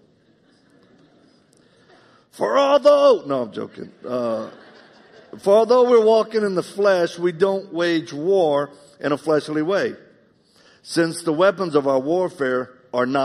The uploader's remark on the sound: In this live message